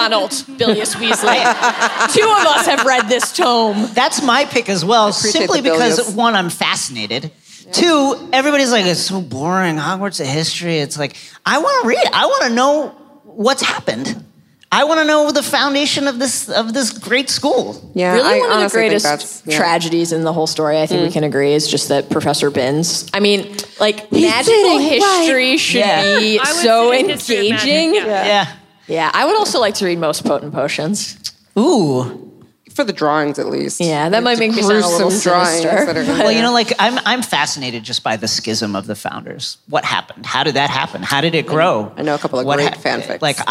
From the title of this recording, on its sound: Live From LeakyCon 2018